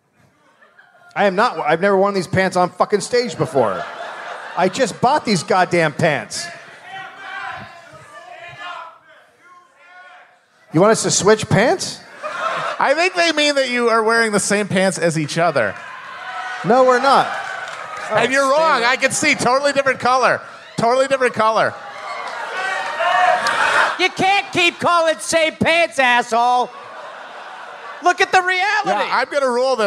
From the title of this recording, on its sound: Live in Detroit